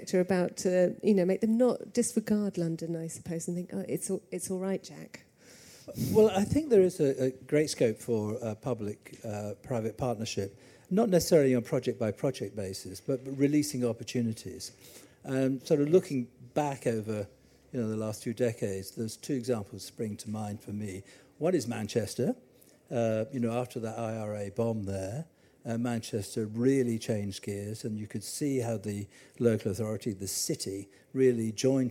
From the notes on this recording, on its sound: Recorded live at MIPIM 2023